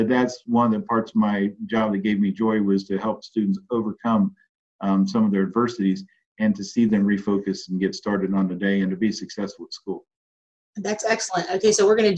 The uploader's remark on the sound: I got to sit down (via Zoom)